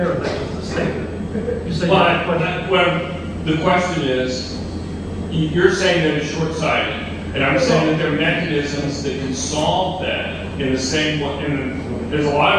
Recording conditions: poor sound quality